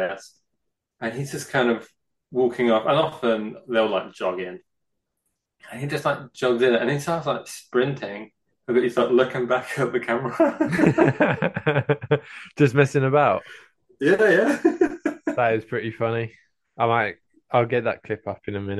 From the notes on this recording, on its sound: The audio quality on this one isn't ideal - sorry. Genuinely because I forgot to plug the mic in.